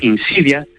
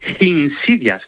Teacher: Bueno, pues este arrio, en lugar de decir insidias, tal cual, como en español, insidias, él decía insidias, con una H aspirada al principio · Shown in: second take